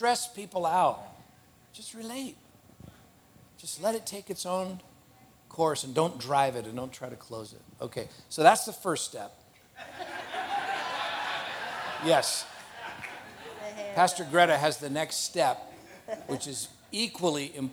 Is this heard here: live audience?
yes